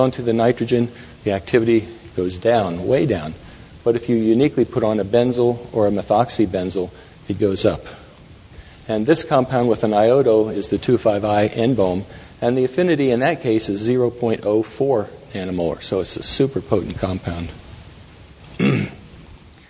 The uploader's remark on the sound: Taken from the Psychedelic Science '13 conference